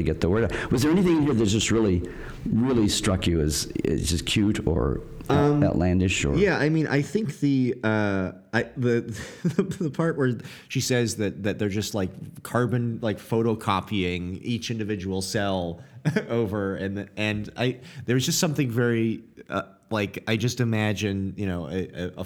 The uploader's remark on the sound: Recorded live at STLV!